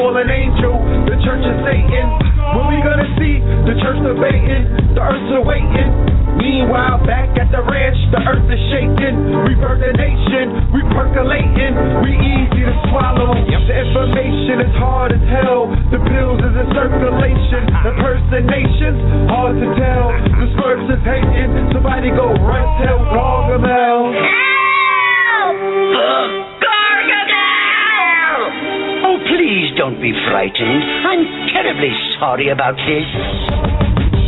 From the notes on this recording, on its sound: open up the lines and let the audience engage in a Q&A